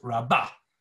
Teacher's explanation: Wherever you find the word rabah in scripture, the accent is on the lower second syllable, the lower syllable, as it were, the last syllable, on the bet.